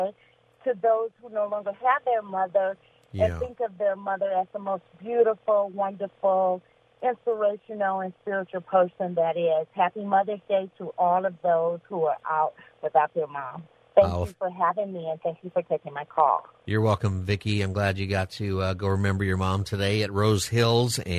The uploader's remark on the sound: Open Phone Friday where listeners can call in on any topic